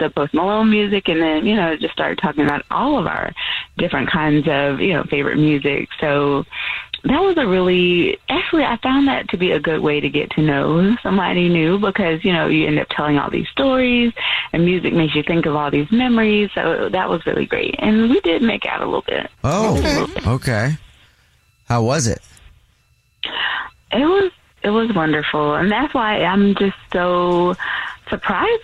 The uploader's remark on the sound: We get that other person on the phone. One listener on the phone is not getting a call back.